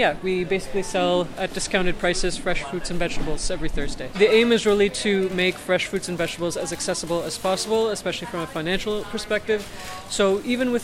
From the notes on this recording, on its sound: At the Week 3 Service Fair using recordings captured during the fair at St. James campus.